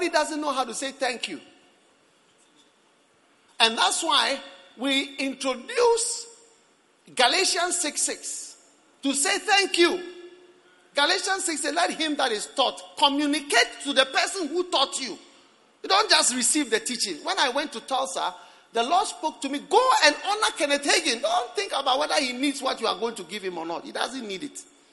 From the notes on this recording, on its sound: Preached at the Prophetic Encounter Service.